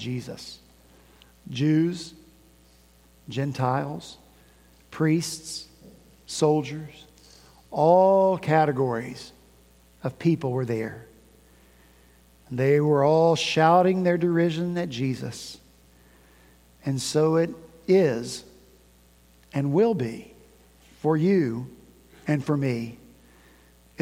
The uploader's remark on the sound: At Redeemer Presbyterian Church in Charleston, SC